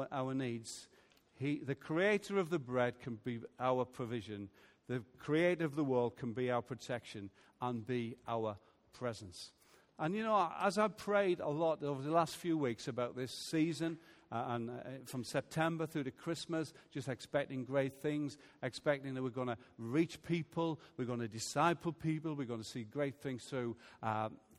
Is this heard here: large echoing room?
yes